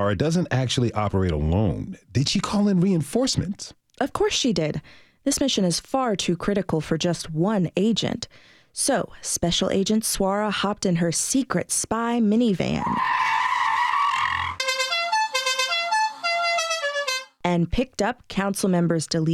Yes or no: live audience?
no